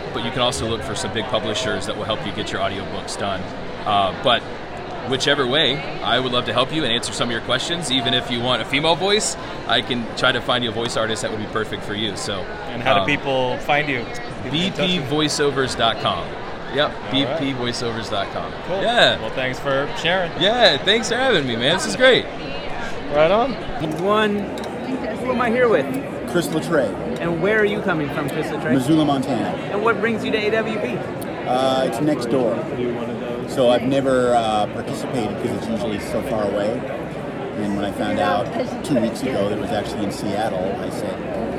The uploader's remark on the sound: Because we were recording this on the fly in a venue with lots of people and no control of the environment, the audio quality is...not going to win a Grammy.